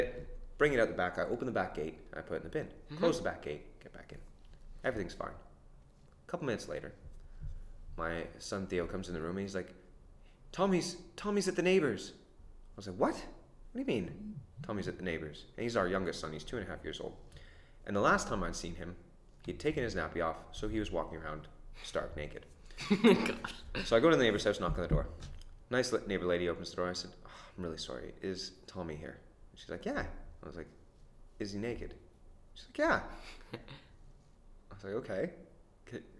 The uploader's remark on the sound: Sorry For Background Noise